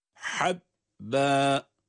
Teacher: Diğeri ise boğazın ortasından boğazı sıkarak çıkardığımız habbe.